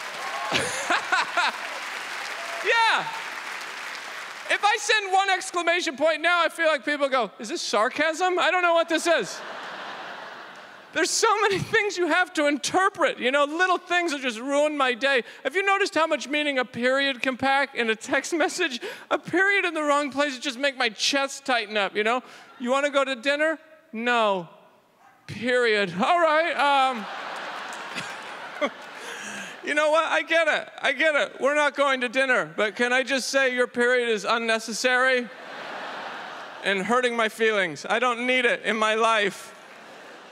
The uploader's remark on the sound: This stand up performance took place at the Just for Laughs Festival in Montreal, Quebec in 2014.